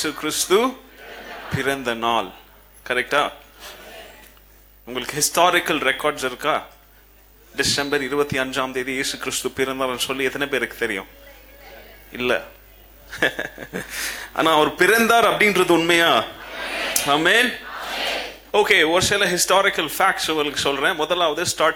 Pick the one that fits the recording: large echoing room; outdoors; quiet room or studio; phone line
large echoing room